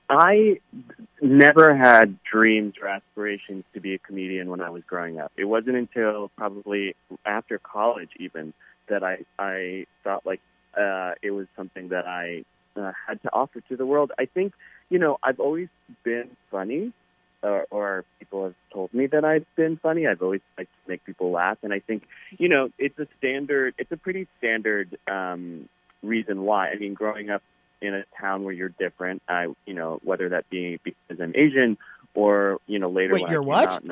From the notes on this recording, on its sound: This over the phone interview is our full, unedited conversation.